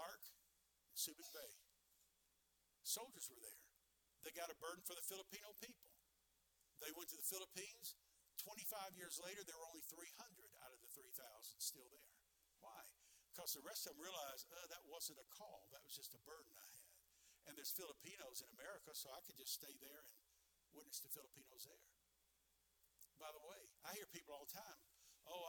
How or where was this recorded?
large echoing room